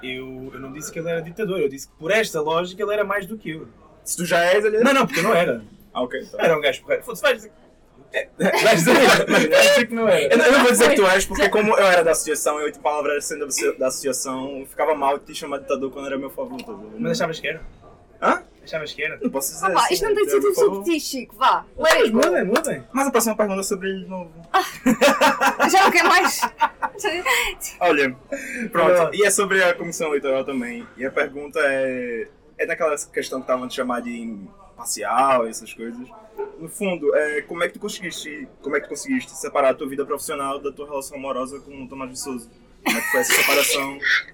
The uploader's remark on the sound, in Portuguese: Pedimos desculpas pela qualidade do Áudio.